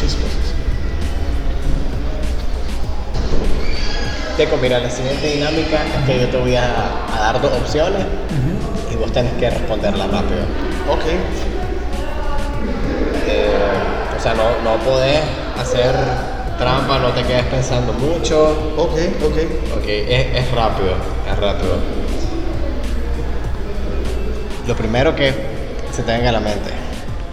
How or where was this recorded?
busy venue